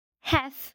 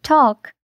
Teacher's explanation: A letra L geralmente fica silenciosa quando vem depois da letra A.